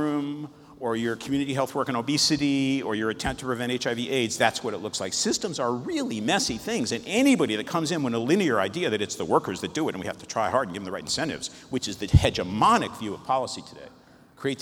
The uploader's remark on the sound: recorded at the International Forum on Quality and Safety in Healthcare, Gothenburg, April 2016